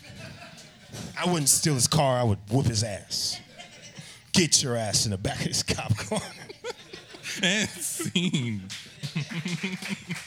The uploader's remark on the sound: Can't Tell Us Nothing performs at Mockingbird ¡Recorded Live! Podcast Fest at Rudyardz in Houston, Tx.